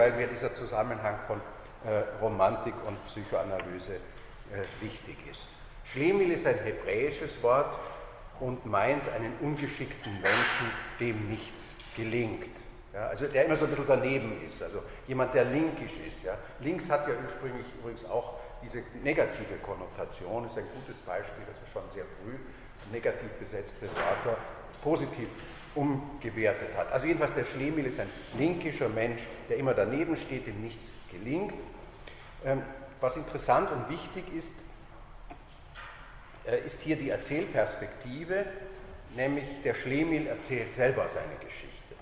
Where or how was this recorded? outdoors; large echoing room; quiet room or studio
large echoing room